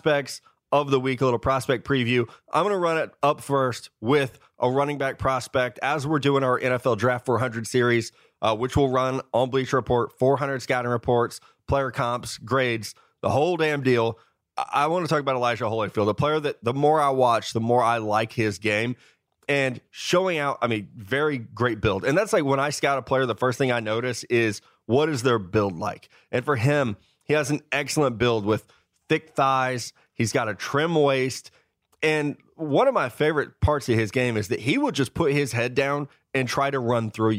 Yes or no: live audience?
no